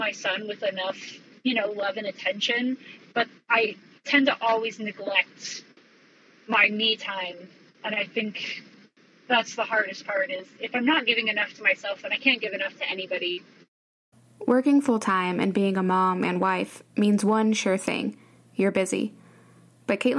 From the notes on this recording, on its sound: This episode's audio is a bit rough